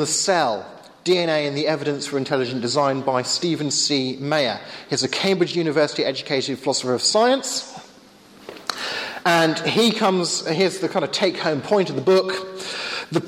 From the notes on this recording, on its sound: Sunday afternoon workshop with Q&A at Hesketh Bank Christian Centre.